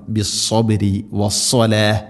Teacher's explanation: സാദ് ഉച്ചരിക്കുന്ന സമയത്ത് നാവിൻ്റെ മധ്യഭാഗം അണ്ണാക്കിലേക്ക് ഉയർന്നു നിൽക്കണം. ബിസ്സബരി വസ്സലാ, ഇവിടെ എല്ലാം സ്വാദാണ്, സ്വാദ് ഹെവി ലെറ്ററാണ്.